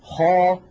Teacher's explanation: لما قلت خاء تلاحظون بأن صوت الخاء ملأ فمي · Term: التفخيم